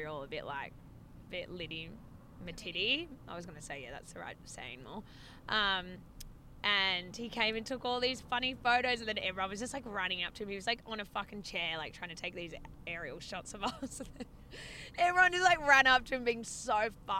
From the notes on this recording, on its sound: WARNING - The audio on this one isn't fab - SO SORRY IN ADVANCE. We recorded in the car.